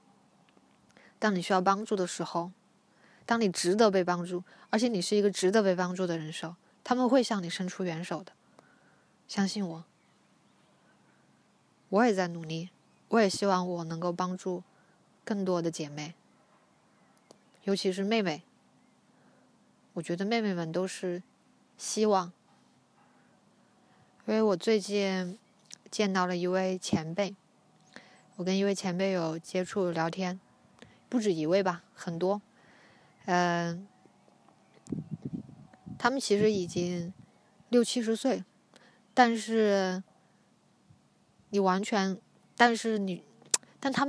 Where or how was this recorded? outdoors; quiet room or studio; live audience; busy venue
outdoors